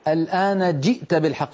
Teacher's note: اكسر الجيم كسرا كاملا